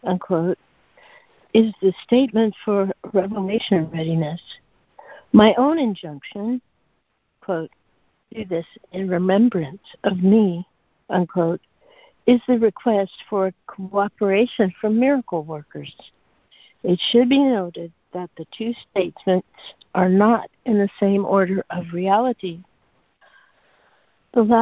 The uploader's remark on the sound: ACIM Daily Conference Call